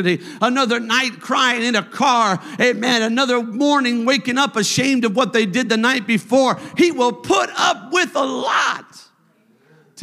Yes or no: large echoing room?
yes